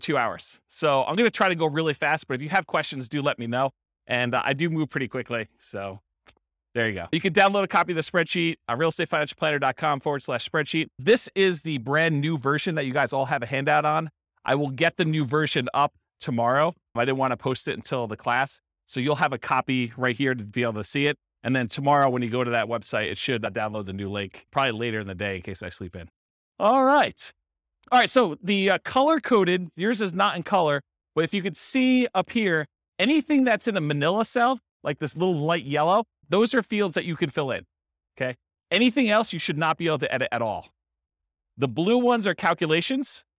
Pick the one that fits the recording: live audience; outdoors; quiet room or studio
live audience